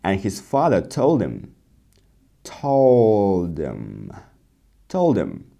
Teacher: in this case, we drop the H, right? And we say told him.